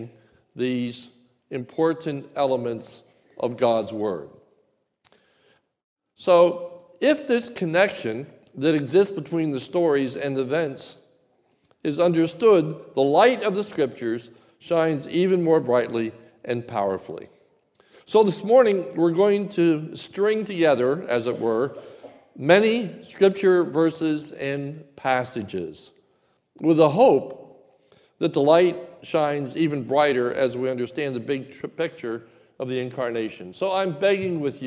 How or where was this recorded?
large echoing room